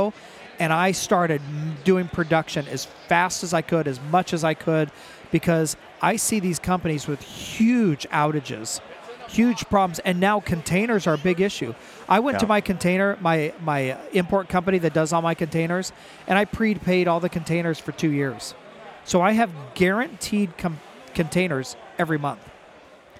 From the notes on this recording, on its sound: live from the "Rugged Pavilion" at the Sand Sports Super Show!